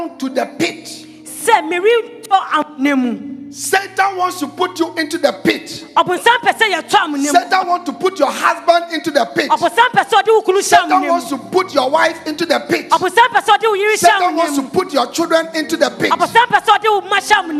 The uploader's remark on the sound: Preached at The Life Cathedral